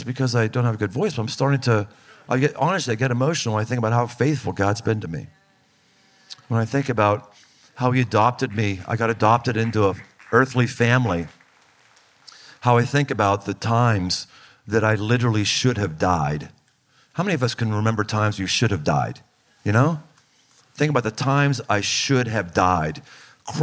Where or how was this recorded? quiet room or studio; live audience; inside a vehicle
live audience